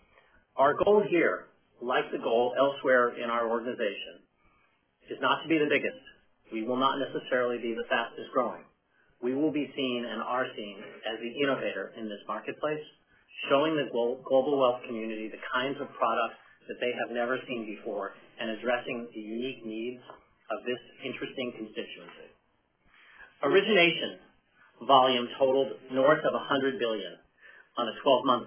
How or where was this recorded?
phone line